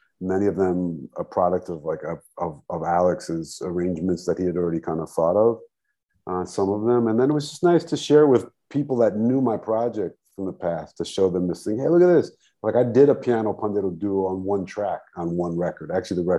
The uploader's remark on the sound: zoom in from Brazil and Canada